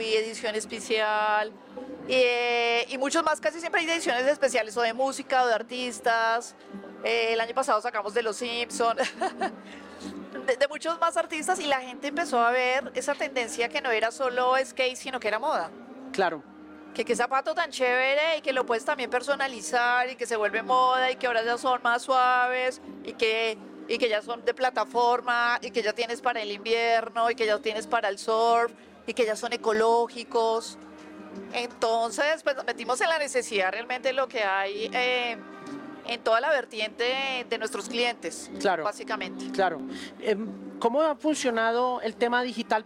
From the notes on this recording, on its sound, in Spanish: En una entrevista realizada desde el Festival Cordillera.